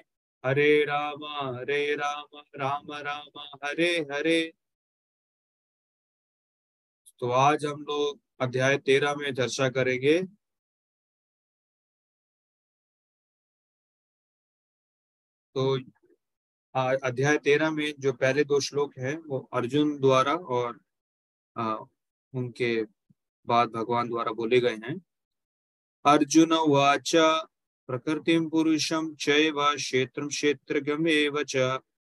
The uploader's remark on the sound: Zoom recorded session